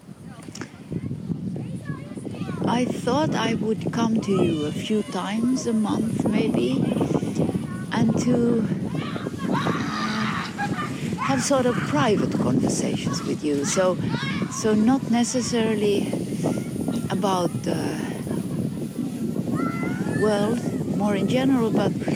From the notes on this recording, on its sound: a series of conversations recorded with a pine tree in Kaivopuisto Park in Helsinki in 2023